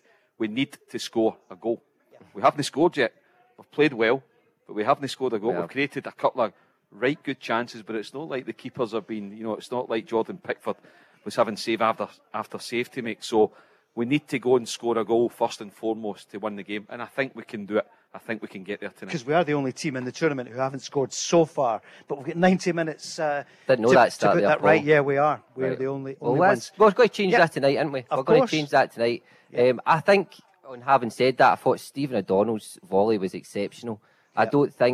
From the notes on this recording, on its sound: live from The Radisson Red in Glasgow